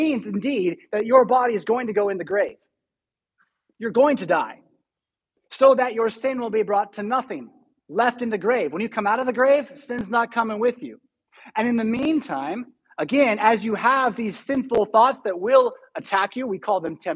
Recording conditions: large echoing room